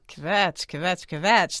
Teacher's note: Kvetch is one syllable, not two. There is no vowel between the K and the V. By putting one in, you have committed svara bhakti.